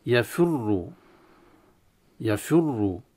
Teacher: عليه أن يخلص كسرة الفاء بعد ذلك يضم شفتين لضمة الراء، لأن لو ما لم يفعل هذا فنجد أن حركة الفاء بين الكسرة وبين الضمة، يعني حركة غير أصلية.